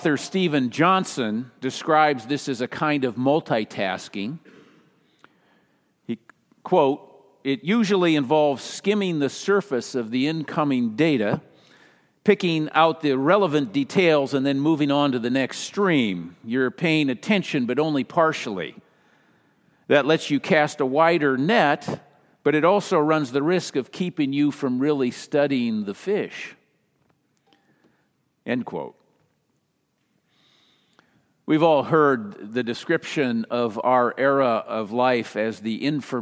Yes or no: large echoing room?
yes